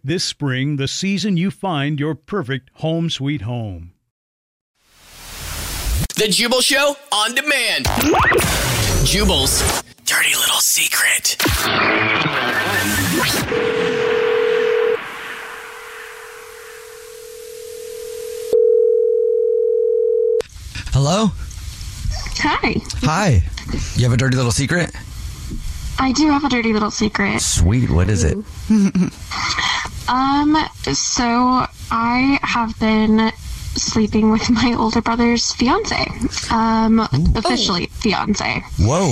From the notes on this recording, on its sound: One of our listeners is on the phone